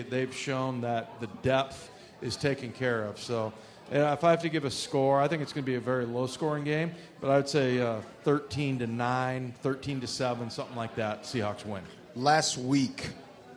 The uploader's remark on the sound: live at Pearl Bar and Dining